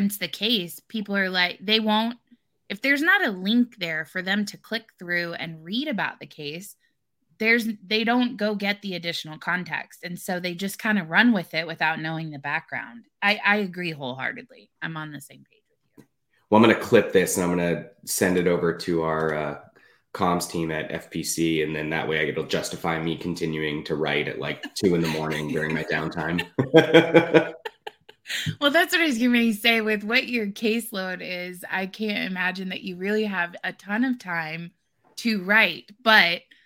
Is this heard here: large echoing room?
no